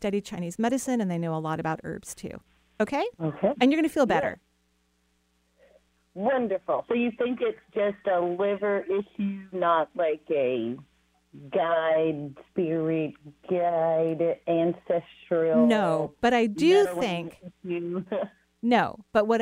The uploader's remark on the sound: Enjoy this call in show.